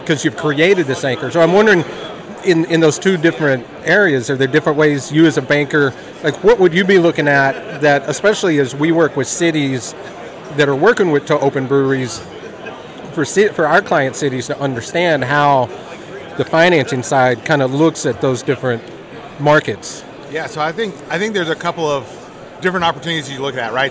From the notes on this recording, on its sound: at the Florida Brewers Guild annual conference